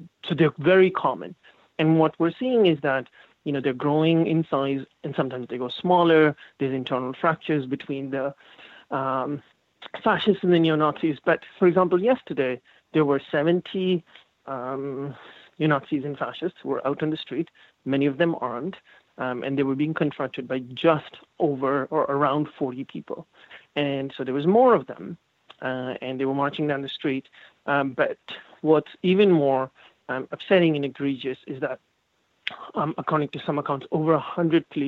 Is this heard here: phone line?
yes